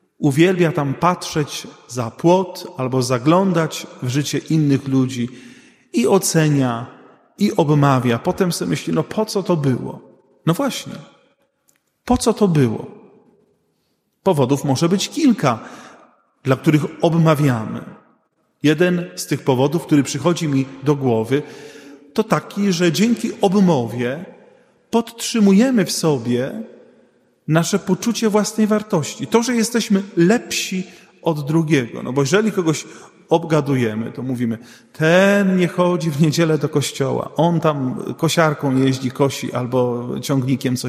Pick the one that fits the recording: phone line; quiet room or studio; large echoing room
large echoing room